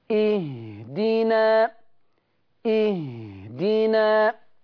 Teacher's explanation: الهاء حرف ياخد هوا كتير